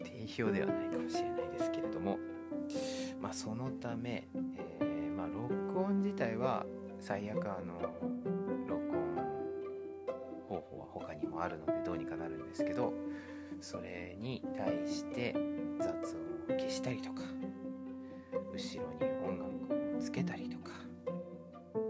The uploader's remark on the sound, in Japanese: 音声にこだわってみようと試みた結果、 いつもより余計なノイズ音が紛れました。